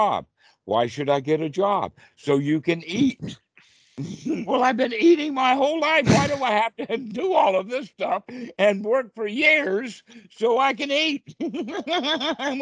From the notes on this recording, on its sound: skype calls on this channel